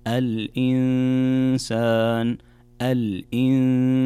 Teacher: هنا نون ساكنة جاء بعدها حرف السين، والسين من حروف الإخفاء، فعندنا كذلك هنا غنة بمقدار حركتين